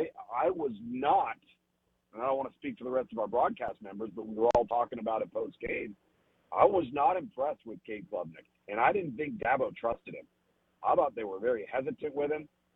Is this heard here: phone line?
yes